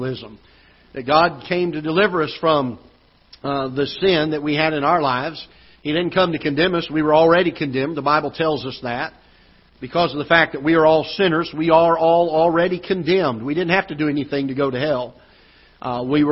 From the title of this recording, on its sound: Ketha Heights Baptist Church ~ Live Broadcast